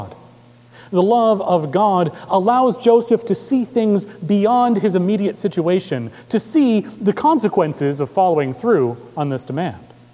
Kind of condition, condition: setting, large echoing room